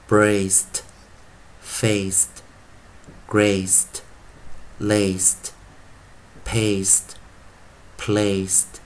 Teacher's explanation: 那个结尾那个轻音把它轻化了哦，不是浊化了，把它轻化了哦，所以看到 d 但是念 t